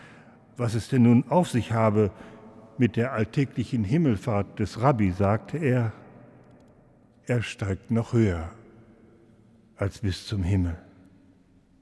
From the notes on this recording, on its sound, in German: im Hildesheimer Dom